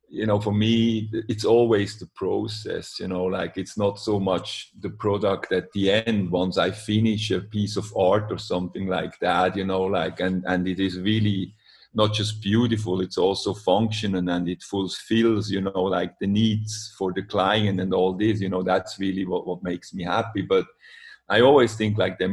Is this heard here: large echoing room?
no